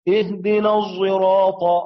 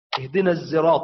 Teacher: إذن حينما نقرأ إشمام الصاد زايا نقول لابد من مراعاة صفة الإطباق للصاد · Shown in: first take · فينتج عن إشمامهما واختلاطهما ومروجهما صوت آخر لا هو صاد ولا هو زاي، وإنما يشبه ضاء العوام مع مراعاة صفة الإطباق فيسمع صوتها هكذا اهدنا الصراط.